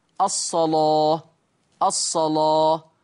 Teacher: قرأ ورش بتغليظ اللام في لفظ الصلاة